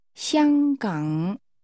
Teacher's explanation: Hong Kong, using high level and falling rising tones.